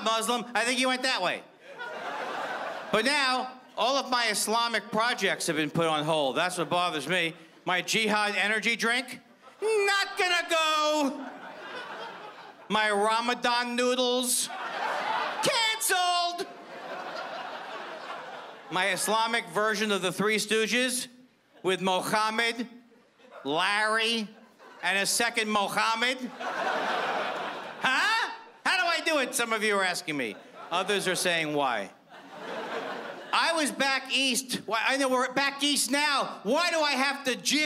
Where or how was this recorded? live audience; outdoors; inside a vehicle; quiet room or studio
live audience